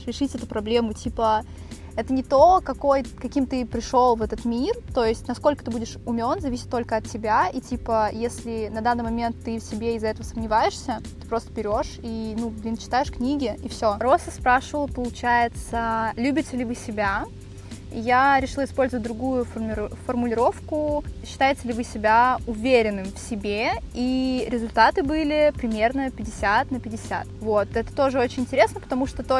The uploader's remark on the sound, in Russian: чтобы его записать, мы уехали подальше от городской суеты к озеру